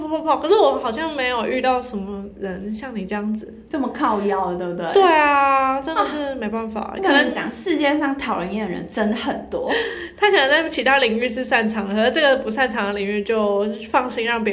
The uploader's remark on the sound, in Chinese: 佛心同事幫我們聲音調好走人後。我們兩個在錄音時麥克風離太近，互相收到對方的聲音。所以還是有些空間音。